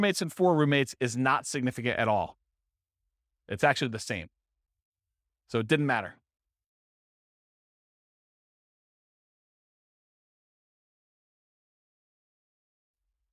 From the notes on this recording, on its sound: This was a live class recorded